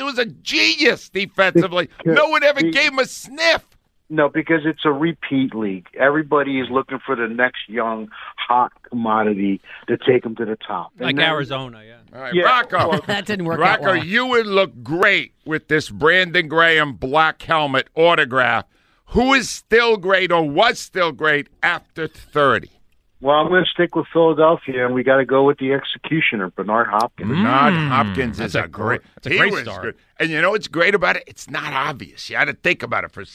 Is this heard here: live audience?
no